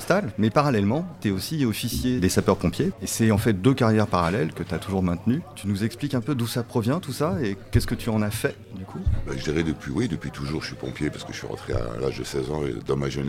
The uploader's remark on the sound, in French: Nous remercions le restaurant Vinevietable à Levallois-Perret de nous avoir accueilli pour cet enregistrement. Nous remercions le restaurant Vinevietable à Levallois-Perret de nous avoir accueilli pour cet enregistrement.